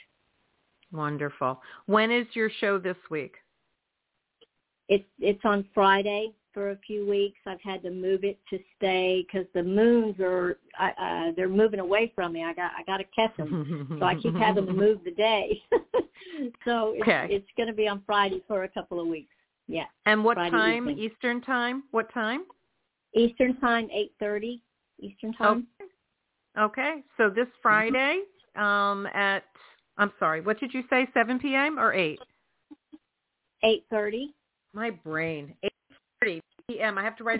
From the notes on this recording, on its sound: in response to caller’s questions